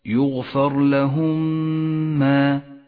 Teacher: الميم الساكنة وبعدها ميم متحركة، ندغم الأولى بالثانية فتصيران ميما واحدة مشددة لونت بالأخضر لأنها تحتاج إلى غنة زمنها حركتان، يسمى هذا الإدغام إدغاما شفويا أو إدغاما متماثلا.